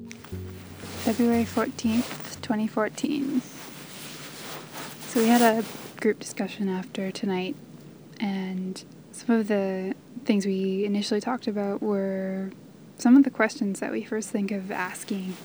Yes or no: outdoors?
yes